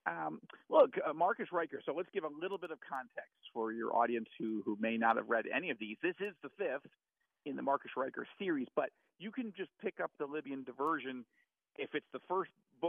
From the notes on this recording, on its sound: called in from Jerusalem